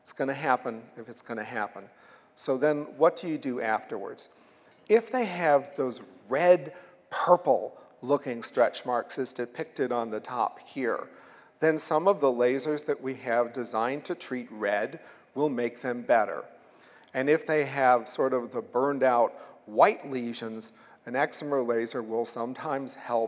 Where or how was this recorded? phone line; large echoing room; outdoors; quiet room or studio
large echoing room